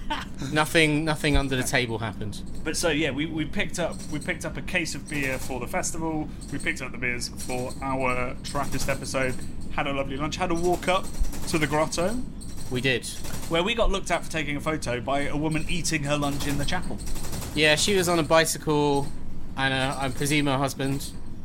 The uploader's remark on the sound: This week's episode is brought to you from LITERALLY under the sea, as we hurtle back from Belgium.